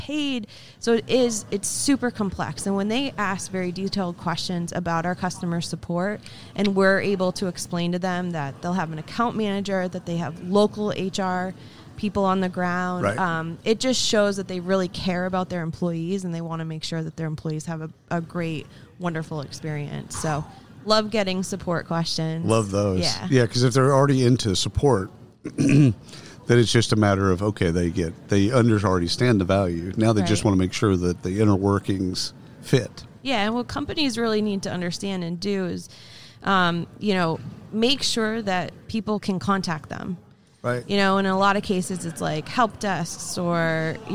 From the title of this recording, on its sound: Live from SHRM 2022